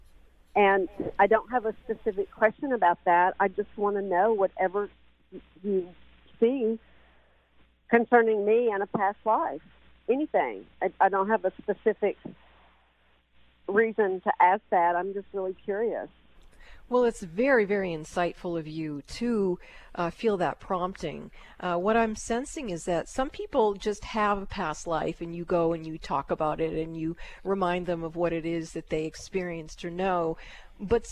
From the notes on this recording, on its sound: Open Call-In Show Day!